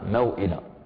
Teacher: موئلة هذه يعني طبعا هذا لمهموز، واو ساكنة مفتوح ما قبلها بعدها همزة، والسكنيات عند ورش فيقرأها موئلة، إذن بلا مد يعني الواو فتقرأ هكذا بحركة واحدة